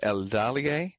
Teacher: El Dalie, stress on the second syllable there